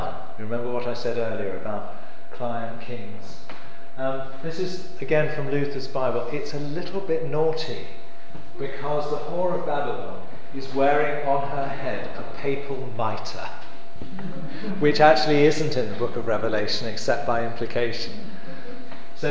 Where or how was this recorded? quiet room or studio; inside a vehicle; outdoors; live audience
live audience